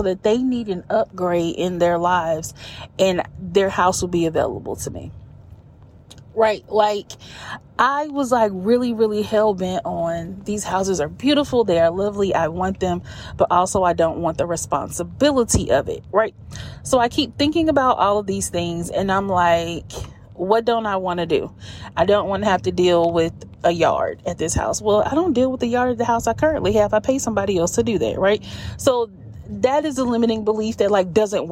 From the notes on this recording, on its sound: Car Chronicles. This is when an idea sparks while driving and I have to get it out in the moment! Coaching in the Car.